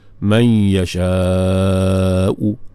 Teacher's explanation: u tu kita sebut 1 per 3 aja, sikit saja kita sambak ambil sikit baris dia, sebut dalam keadaan almah lah. · Term: wajah raum